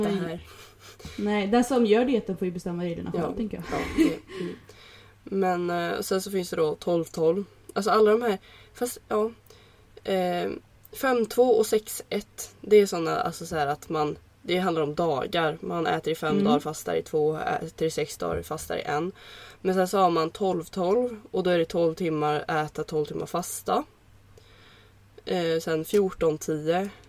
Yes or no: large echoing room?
no